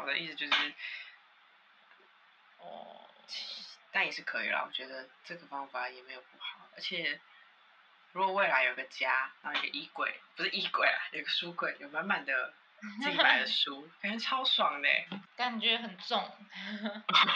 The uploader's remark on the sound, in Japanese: 可能最近都會是疫情版本 音質比較差。